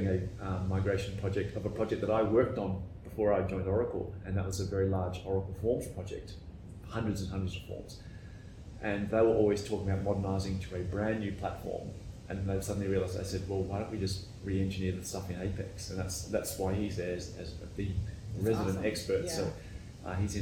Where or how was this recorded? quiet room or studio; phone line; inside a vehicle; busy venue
busy venue